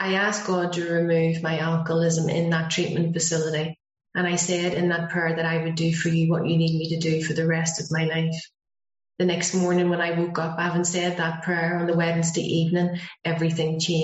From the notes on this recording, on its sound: speaking at the Broken Elevator zoom meeting